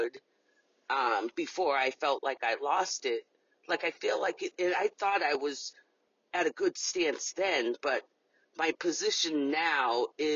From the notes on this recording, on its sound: This recording that you are here to hear was voiced in my car.